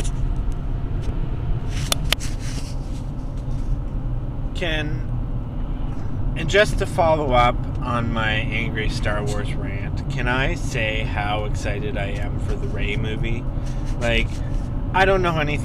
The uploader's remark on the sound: I collect on my voice recorder in my car while I'm commuting.